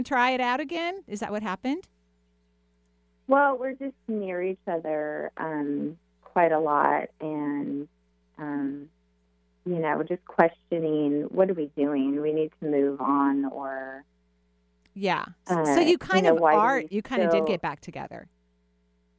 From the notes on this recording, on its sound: On today's call in show. Takes calls from around the US.